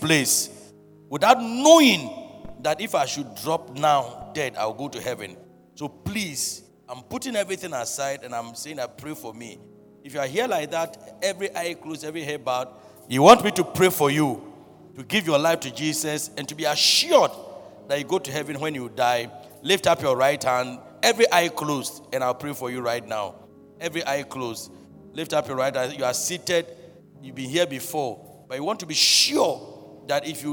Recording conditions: large echoing room